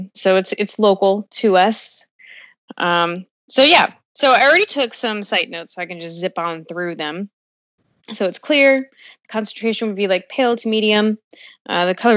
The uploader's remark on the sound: Another quarantine episode over skype